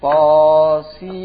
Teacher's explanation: Nunnya masuk ke mim.